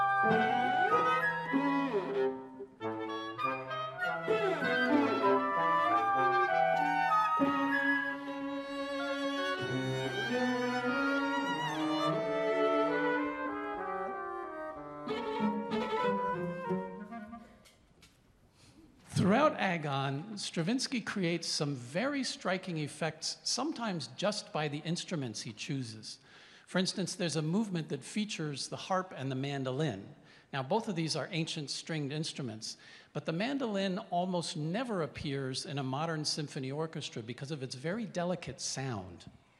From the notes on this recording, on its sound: This week’s episode features a special live presentation of See the Music. With a little help from the ….